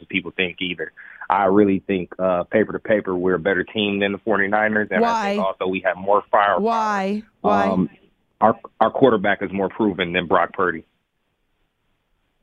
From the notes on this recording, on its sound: Your phone calls